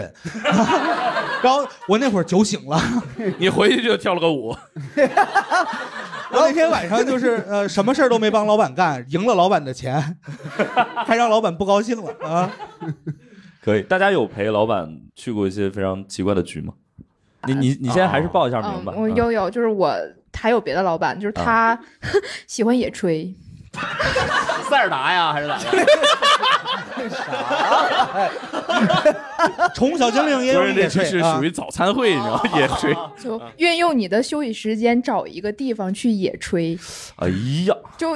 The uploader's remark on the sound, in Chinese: 以及现场各行各业的听众。线下演出。